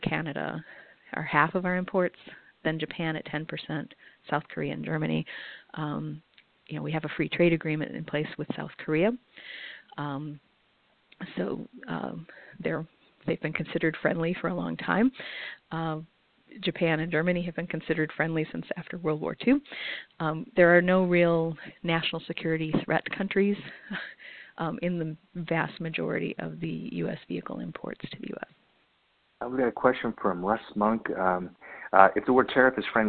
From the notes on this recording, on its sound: for a conference call